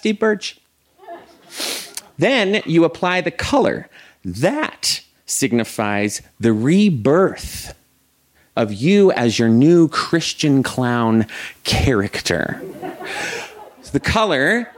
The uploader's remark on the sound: This story was recorded live at Buntport Theater.